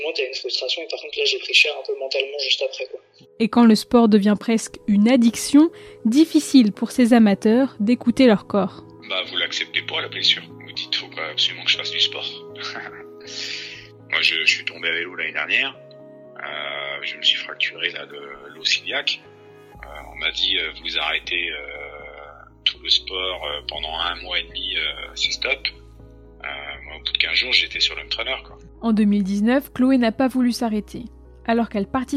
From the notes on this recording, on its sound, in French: Des sportifs amateurs qui nous racontent, au téléphone